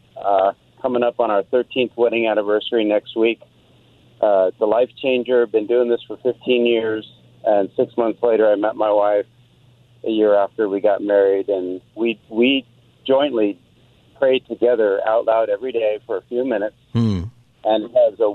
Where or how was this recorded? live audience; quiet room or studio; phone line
phone line